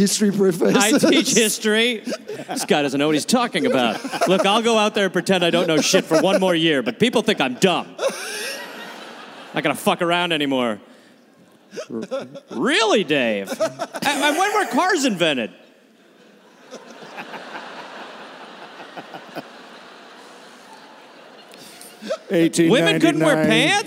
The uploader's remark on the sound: Recorded at Hamer Hall live in Melbourne